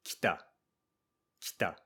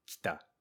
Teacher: we make the first vowel mostly silent, as kita, which is the past tense of come, in other words, came.